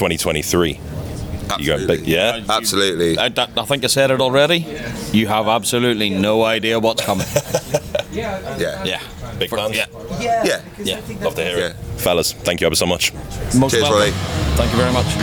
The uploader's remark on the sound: visits the long-awaited return of Call Of The Wild festival at Lincolnshire Showground